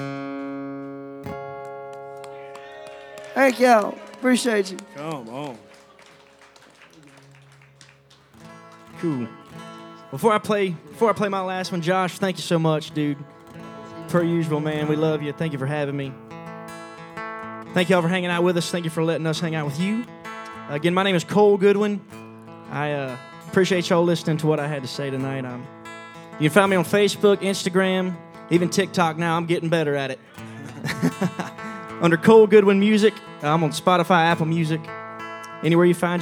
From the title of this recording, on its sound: Rounds At Live Oak In Nashville